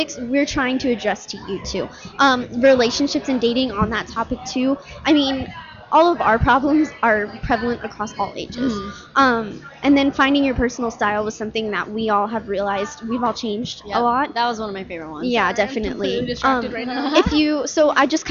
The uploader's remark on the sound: We are live from the Microsoft Store at the Scottsdale Fashion Square.